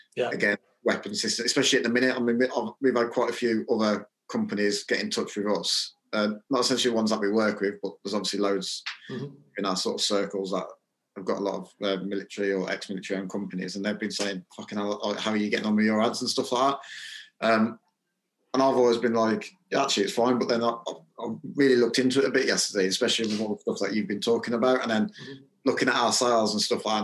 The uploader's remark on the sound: Having to have a full zoom conversation with each other whilst no other people are present.